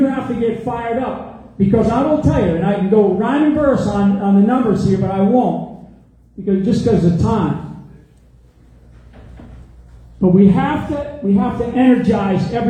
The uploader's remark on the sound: LIVE from Tulsa